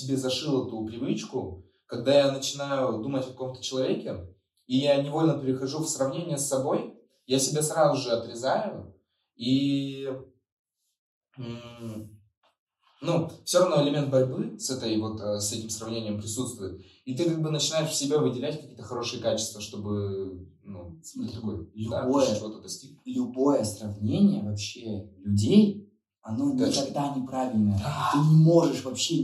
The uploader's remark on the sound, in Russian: В этом подкасте есть небольшие проблемы со звуков